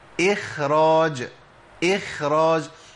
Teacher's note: الاصل ان انا اجيب الخاء ضعيفة لان قبلها كسر وهي ساكنة